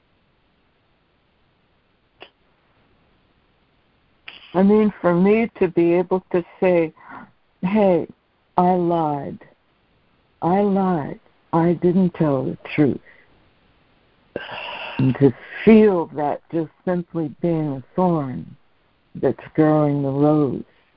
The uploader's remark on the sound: ACIM Daily Conference Call